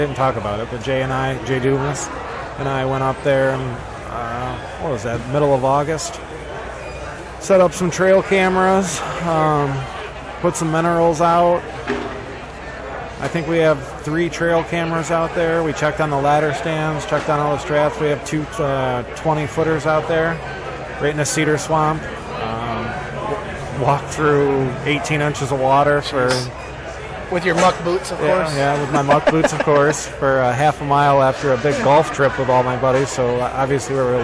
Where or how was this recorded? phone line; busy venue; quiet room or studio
busy venue